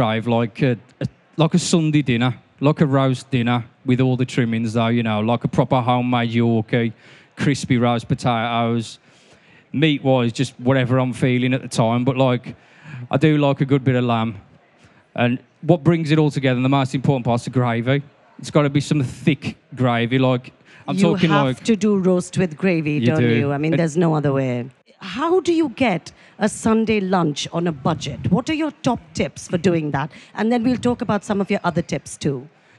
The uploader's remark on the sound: Recorded live at the BBC Good Food show in Birmingham.